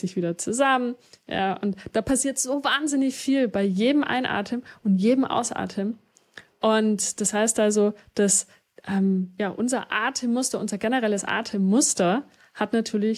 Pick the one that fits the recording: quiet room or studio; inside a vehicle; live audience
quiet room or studio